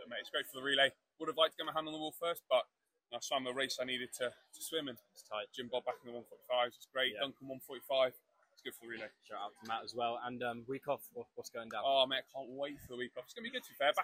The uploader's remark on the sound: LIVE FROM BRITISH CHAMPS IN SHEFFIELD